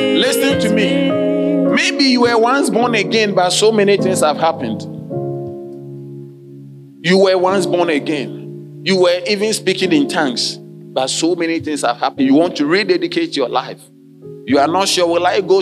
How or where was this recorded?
large echoing room